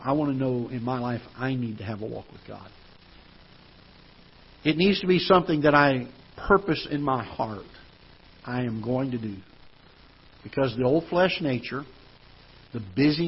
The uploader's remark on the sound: Ketha Heights Baptist Church ~ Live Broadcast